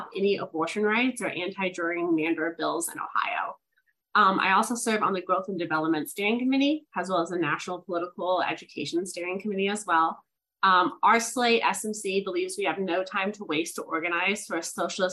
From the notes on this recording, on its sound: An Online Panel Discussion